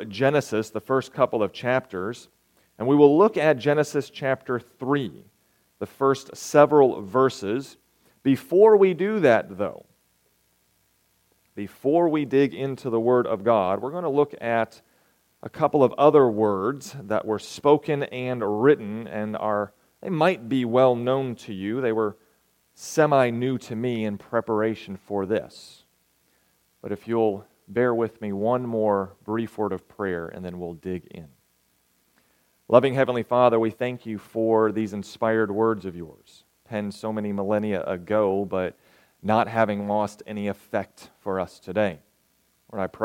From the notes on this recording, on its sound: Recorded May 27, 2023, at Ringgold SDA Church.